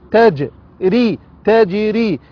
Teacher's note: تا جيم ساكنة مقلقلة